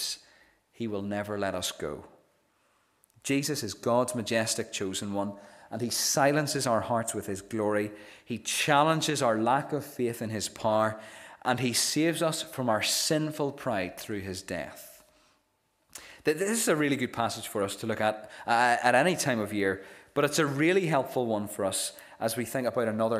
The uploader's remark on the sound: This is the recording of the Bible reading and sermon from our morning service